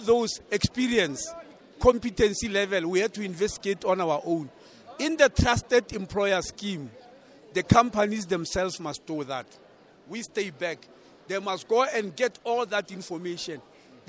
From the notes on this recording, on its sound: Speaking on the Sidelines of the 5th South Africa Investment Conference at the Sandton Convention Centre